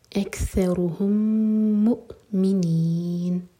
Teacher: میم اور میم کا ادغام ادغام مثلین میم کو ہول کریں گے